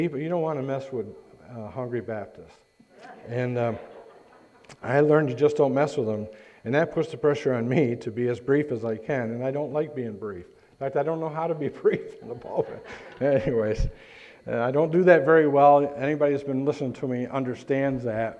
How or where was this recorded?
large echoing room